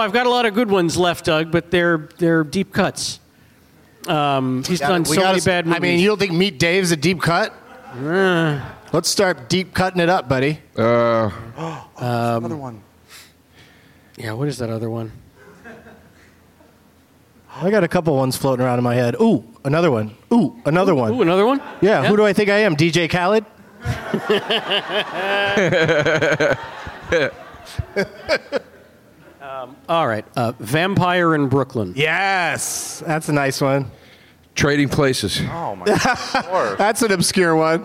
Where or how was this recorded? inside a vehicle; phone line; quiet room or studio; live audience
live audience